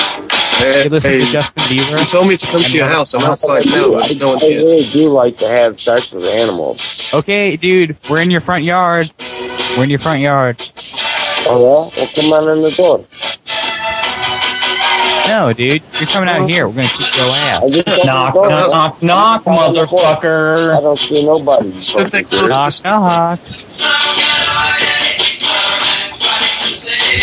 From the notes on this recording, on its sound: Prank Phone Calls Collection. From archive.org.